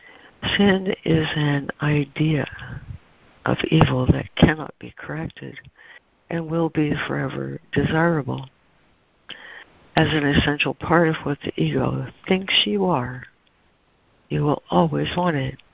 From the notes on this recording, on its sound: ACIM Daily Conference Call